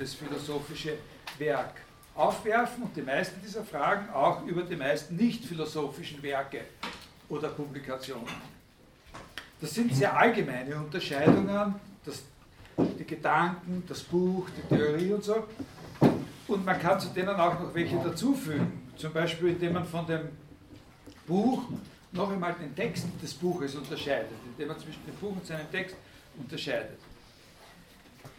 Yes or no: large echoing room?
yes